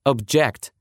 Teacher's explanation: А вот если мы перенесем, как в русском, ударение на второй слог, получится глагол object.